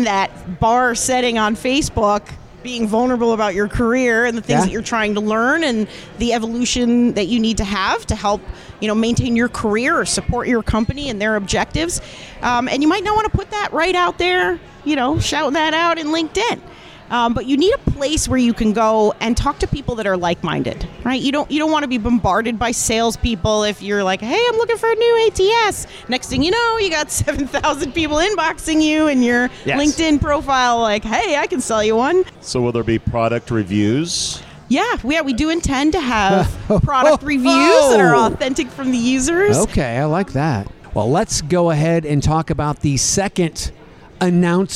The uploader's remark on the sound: live-from-a-bar